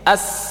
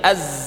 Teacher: Ketika mengucapkan huruf-huruf hamas pita suaranya terbuka. · Shown in: first take